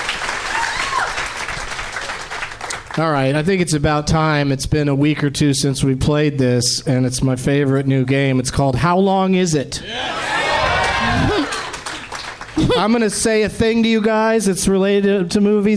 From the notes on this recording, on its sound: Live from the Helium Comedy Club in Portland